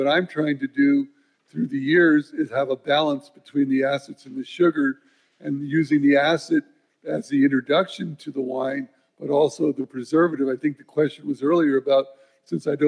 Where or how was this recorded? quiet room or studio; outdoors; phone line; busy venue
busy venue